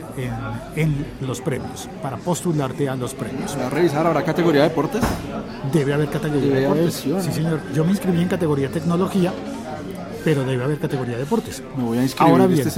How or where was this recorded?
busy venue